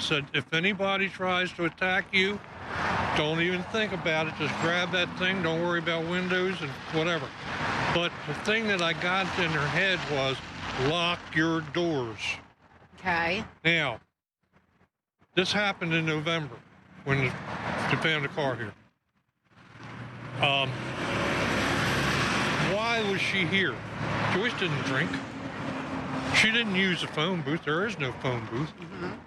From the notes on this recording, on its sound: The audio from this episode was recorded remotely along streets and in woods so be prepared for noise from passing traffic and stubborn wind.